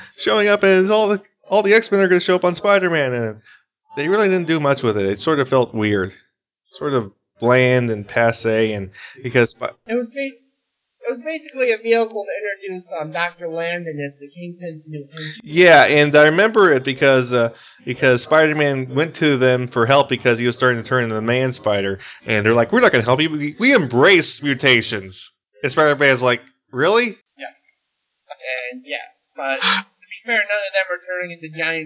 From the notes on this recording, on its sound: we apologize for the bad audio glitches.